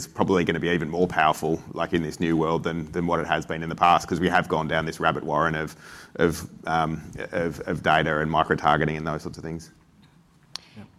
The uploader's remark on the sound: recorded at Advertising Week APAC 2022